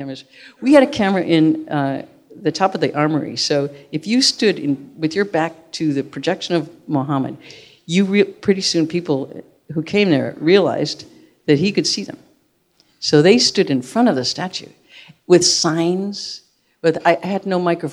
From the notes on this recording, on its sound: live on stage